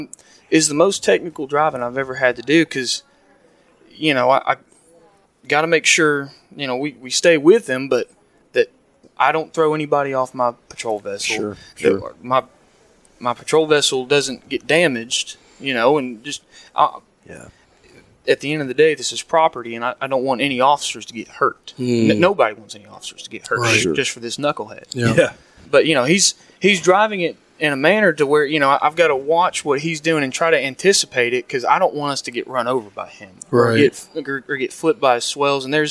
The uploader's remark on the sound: Live from NAWEOA